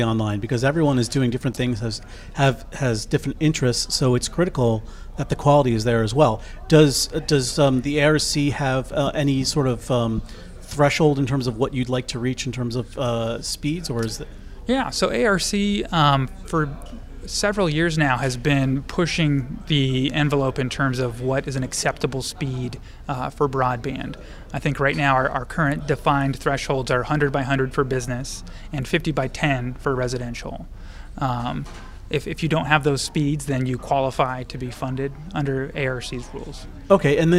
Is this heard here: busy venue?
yes